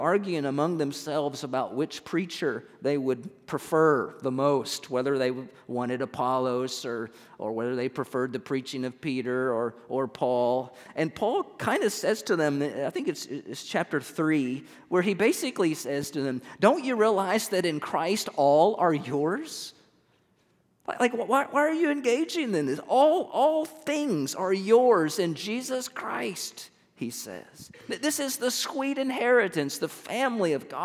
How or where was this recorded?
large echoing room